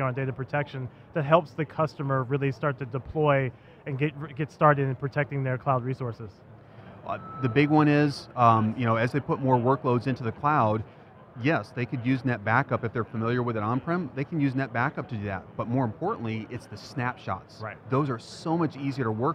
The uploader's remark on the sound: live from Microsoft Inspire